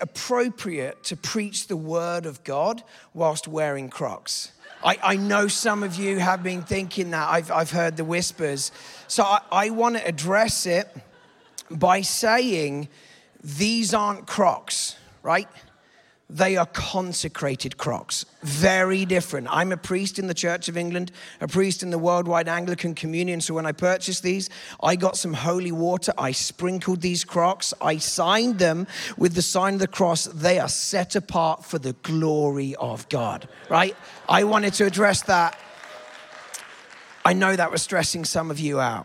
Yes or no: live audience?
yes